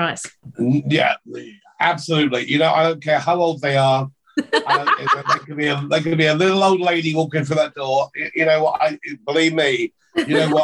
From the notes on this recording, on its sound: Our zoom interview.